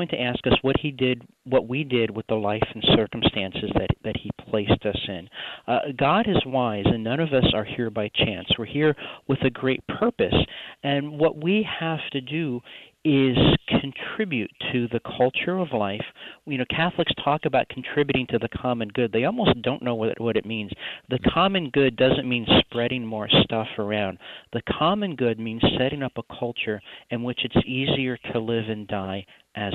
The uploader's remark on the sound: Listeners call in to share their conversion stories.